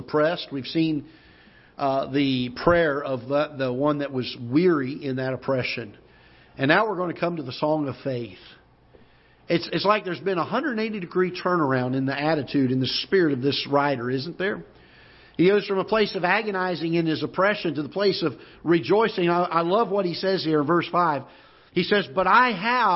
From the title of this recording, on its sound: Ketha Heights Baptist Church ~ Live Broadcast